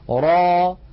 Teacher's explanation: را هذا مد طبيعي، ألف مسبوقة بفتحة، نمدها بمقدار حركتين، ونحرص ألا نخرج في آخرها همزة